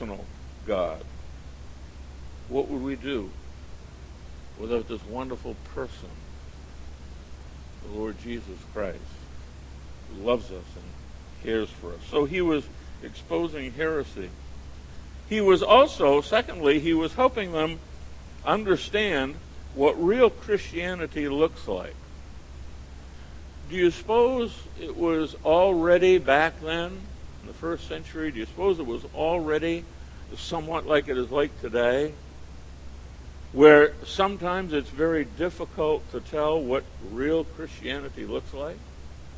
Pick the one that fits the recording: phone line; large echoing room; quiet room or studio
large echoing room